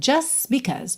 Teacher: aqui o just apareceu como ele normalmente aparece, que é sem o som da letra T